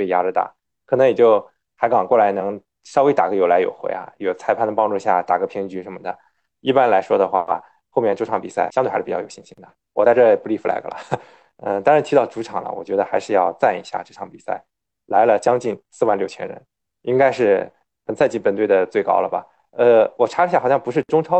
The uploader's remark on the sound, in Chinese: 这两期节目条件所限使用在线会议软件云录制，效果不好请见谅！